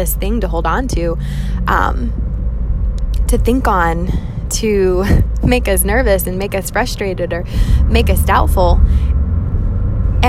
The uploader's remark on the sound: Catch up in the car with me